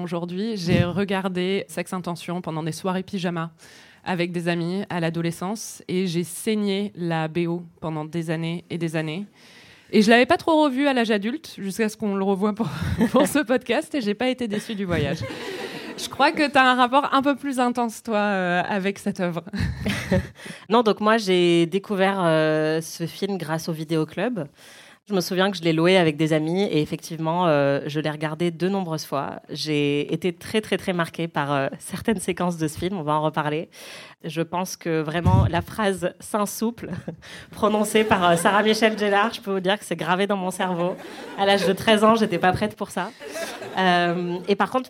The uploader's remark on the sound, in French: Enregistré en direct et en public à la médiathèque Marguerite-Duras, dans le XXe arrondissement de Paris.